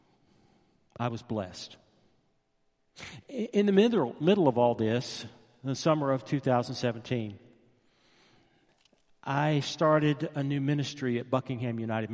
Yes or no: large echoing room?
yes